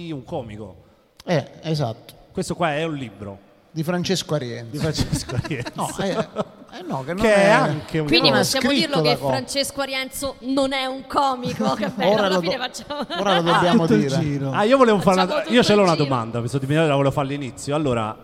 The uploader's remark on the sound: Live dal Foqus di Napoli